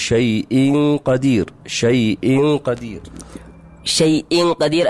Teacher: التنوين عند القاف هنا إخفاء، لأن التنوين أتى بعده حرف القاف، والقاف من حروف الإخفاء.